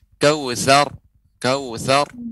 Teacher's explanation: huruf ro yang disukunkan maka dibaca dengan tebal, tidak boleh tipis